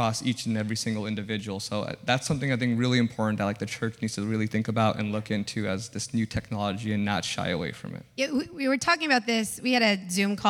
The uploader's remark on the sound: This episode is a recording of our first-ever HYPE SESSION - SILICON VALLEY. This episode is a recording of our first-ever HYPE SESSION - SILICON VALLEY.